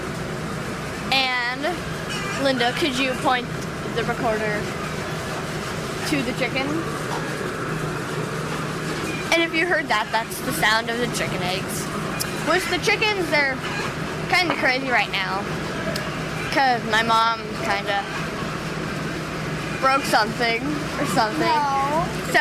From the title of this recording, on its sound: Hickman's Egg Farm, Life at Eleven on Location Live